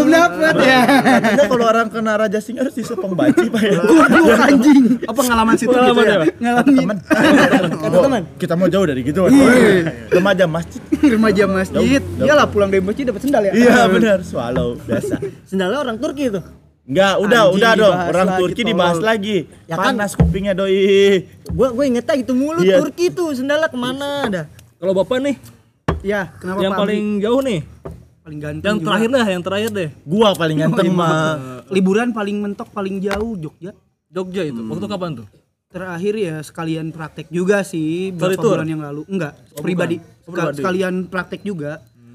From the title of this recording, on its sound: LIVE FROM SALAKA COFFEE